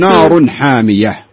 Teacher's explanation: حامية ما فيها مد، ما فيها مد يعني طويل، مد حركتين فقط